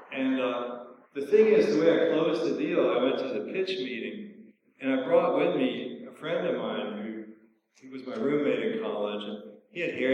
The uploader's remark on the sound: A talk at the Transhuman Visions conference at Fort Mason in San Francisco. Some good laughs from the crowd. The sound quality is poor, as there was an echo in the hall.